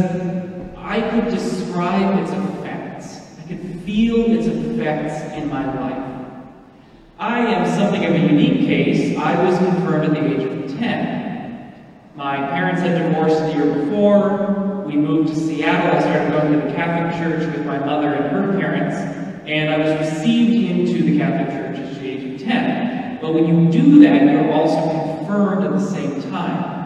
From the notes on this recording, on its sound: This is the homily I preached at the Confirmation Mass that I did.